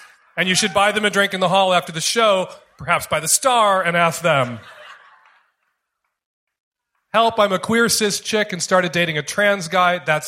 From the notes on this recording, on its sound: Valentine's Day Show Live in Portland.